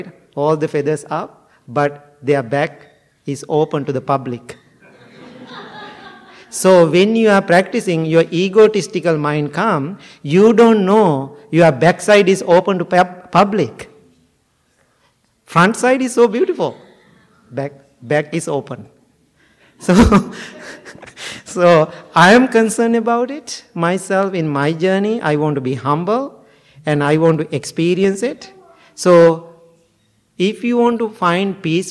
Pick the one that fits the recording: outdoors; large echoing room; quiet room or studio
large echoing room